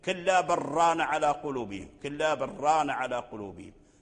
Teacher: فهذا لا شك في إدغام لام بل في الراء